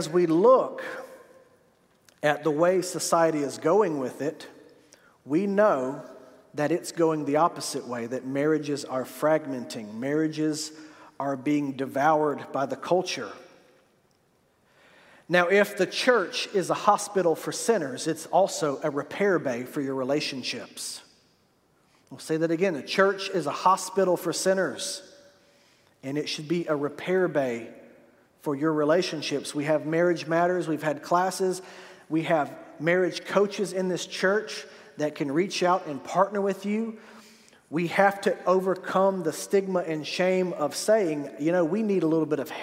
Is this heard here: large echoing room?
yes